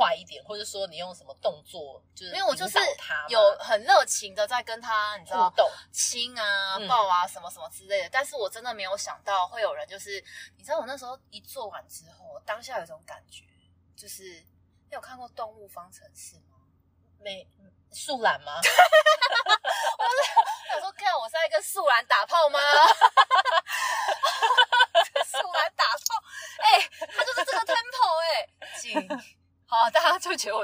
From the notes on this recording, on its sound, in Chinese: 音質較差請見諒